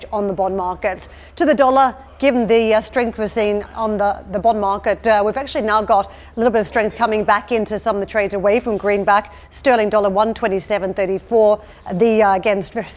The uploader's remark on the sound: We are live at the first ‘summer’ Davos in Tianjin since the Covid pandemic.